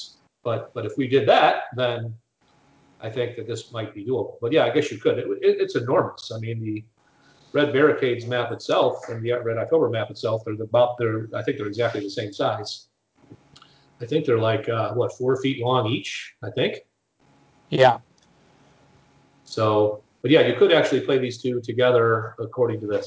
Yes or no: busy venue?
no